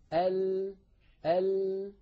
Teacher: فينحرف بعض الصوت عن يمين اللسان، عن يمين الحافة، وبعضه عن يسار الحافة، ثم يتابع الهواء طريقه إلى الخارج. · Term: حرف اللام